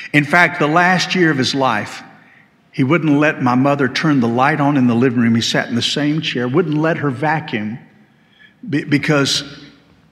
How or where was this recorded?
large echoing room